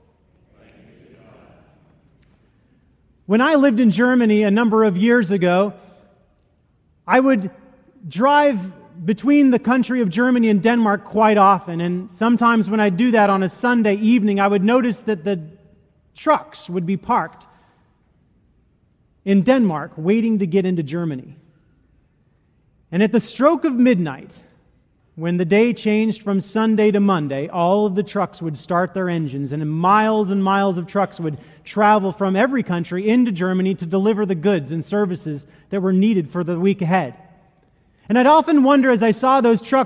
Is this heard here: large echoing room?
yes